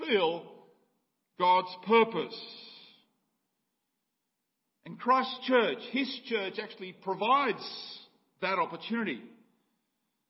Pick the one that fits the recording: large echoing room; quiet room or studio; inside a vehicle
large echoing room